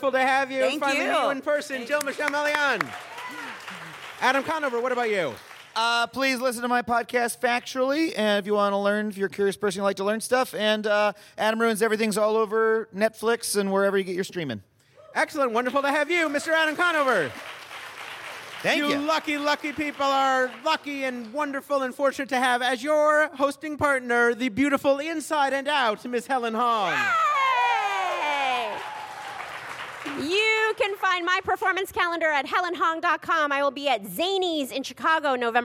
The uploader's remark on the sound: The show was recorded at the The Angel City Brewery in Los Angeles. The show was recorded at the The Angel City Brewery in Los Angeles.